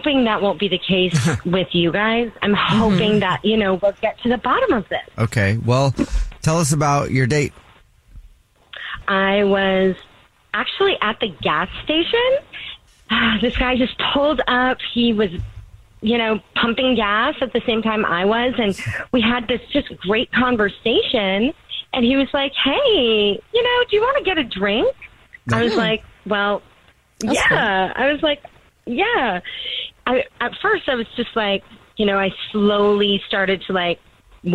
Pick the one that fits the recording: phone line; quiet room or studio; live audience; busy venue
phone line